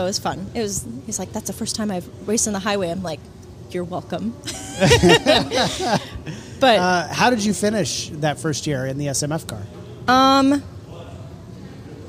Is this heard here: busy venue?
yes